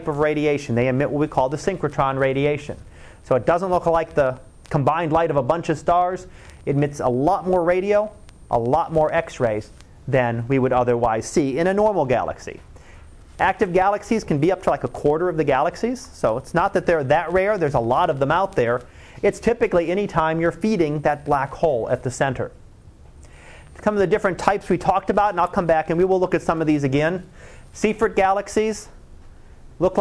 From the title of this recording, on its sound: Live Class Lecture